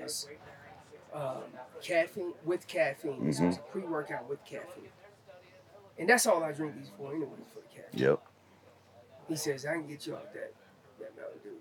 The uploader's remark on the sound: Live from the second annual Western Hunt Fest. After two days of elk-calling competition, seminars, and 3D courses.